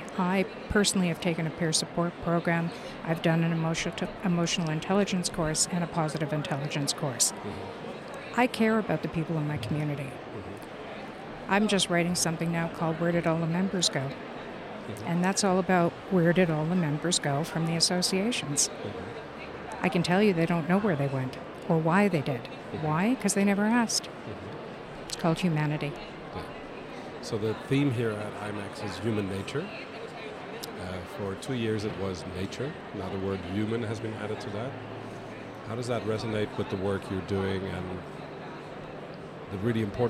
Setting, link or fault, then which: setting, busy venue